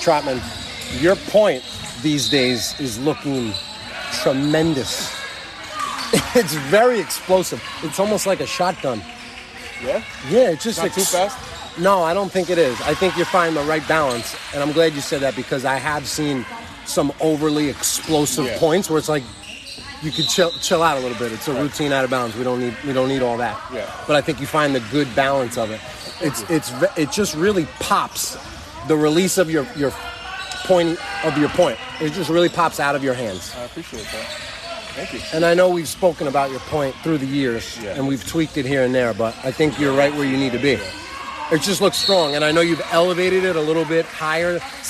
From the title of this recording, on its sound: Live from: InSports, Trumbull, CT